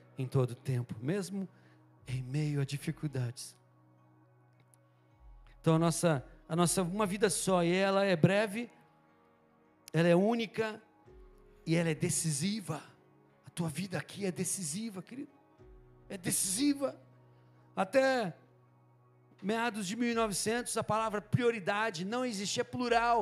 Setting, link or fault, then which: setting, large echoing room